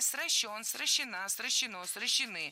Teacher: Корень безударный, а ударение ставим за корнем. Где есть не нулевое окончание, то на окончание.